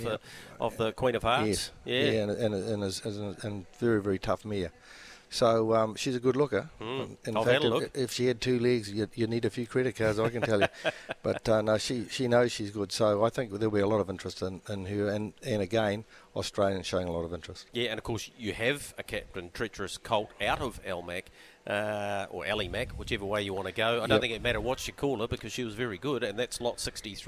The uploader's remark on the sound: live from the Karaka sales